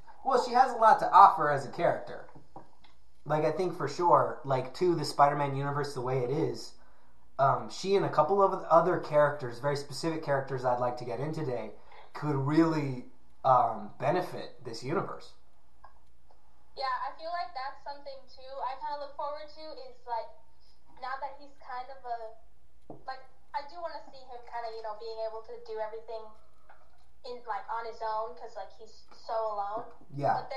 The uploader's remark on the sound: Sorry for the dive in audio quality I was trying a new system and it didn't work out too well.